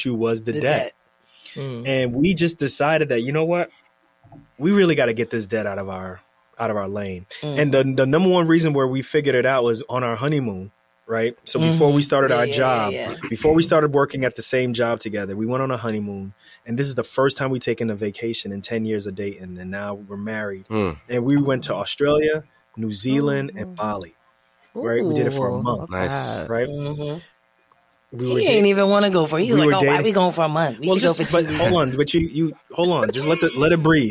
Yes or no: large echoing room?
no